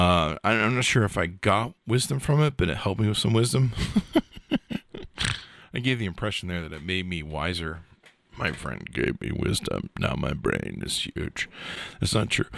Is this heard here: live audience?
no